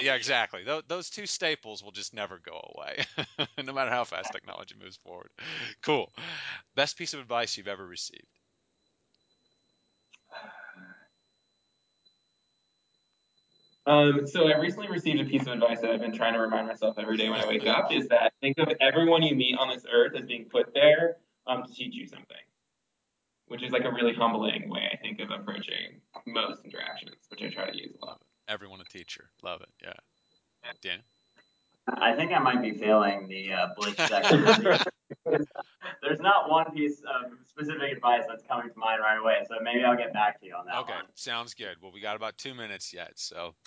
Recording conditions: drop-outs